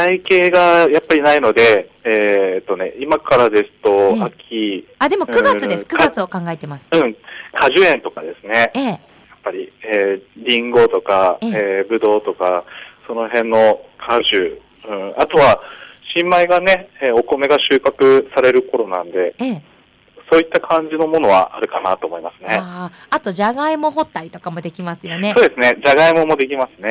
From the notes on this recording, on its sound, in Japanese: 今日の電話インタビューは